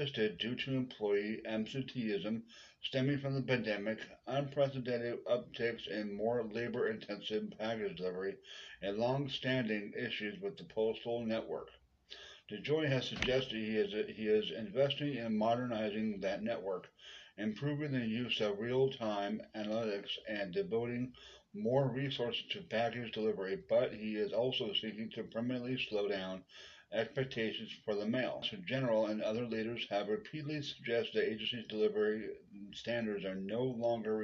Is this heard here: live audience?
no